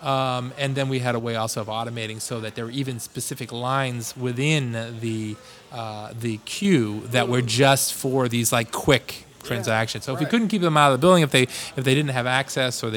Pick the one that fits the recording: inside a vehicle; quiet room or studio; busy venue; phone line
busy venue